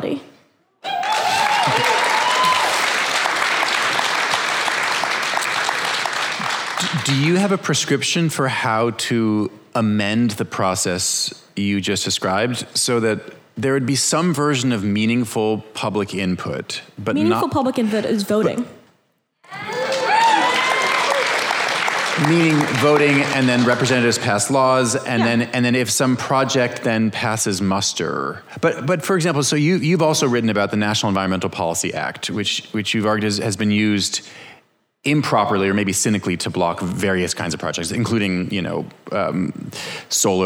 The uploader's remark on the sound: Think Out Loud hosted a panel at the Yimbytown conference in Portland.